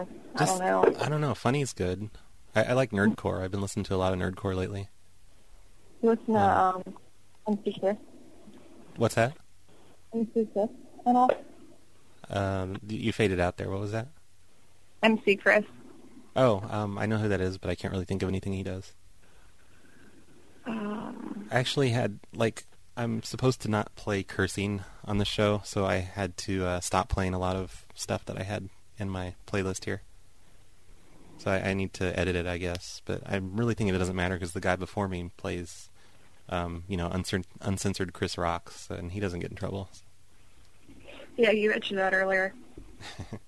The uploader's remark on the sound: Prank Phone Calls